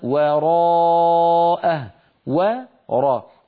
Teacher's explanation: الواو هنا مرققة جاورت الراء المفخمة فيخشى عليها أن تخرج وراء واو مفخمة، والعرب لا تفخم الواو أبدا.